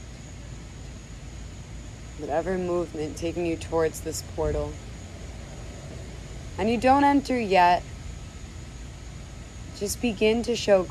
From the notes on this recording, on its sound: This was a recorded meditation for a 1:1 client of mine back in the fall of 2021. This was recorded in my childhood backyard located in NYC, so prepare to hear some everyday human life noises alongside this guided meditation.